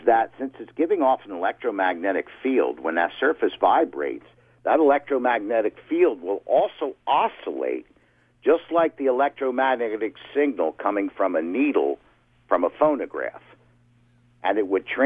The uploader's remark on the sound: OPEN LINES. Took a call from a woman in Oshawa. Another caller from Rochester, New York.